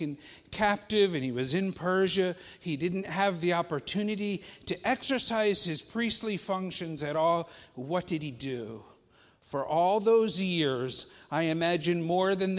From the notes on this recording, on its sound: Faith Baptist Church in Hamilton, NJ.